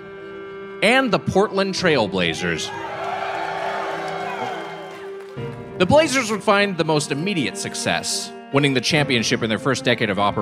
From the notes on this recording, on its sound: Recorded live at Revolution Hall in Portland 5/1/22.